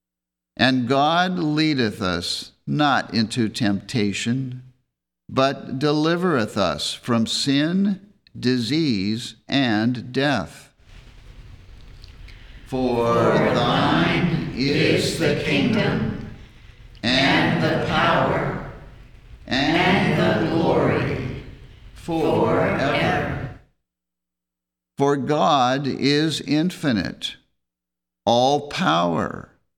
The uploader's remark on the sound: The Sunday service audio